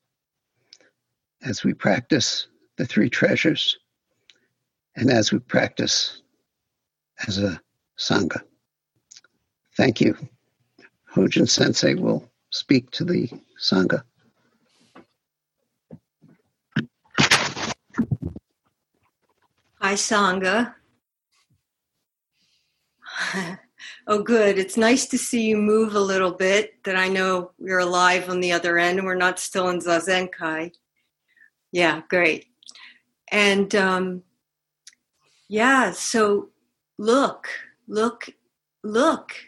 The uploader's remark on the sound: Zoom, 9/5/2020. In open discussion with the on-line sangha.